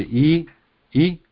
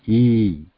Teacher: the throat, tongue and lips, they have the same position, similar posture, but the duration is different.